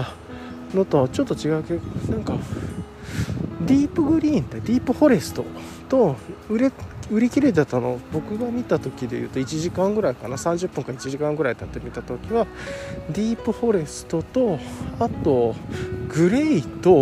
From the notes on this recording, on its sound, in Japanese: ボイスメモ 録音#1000。約15の断片。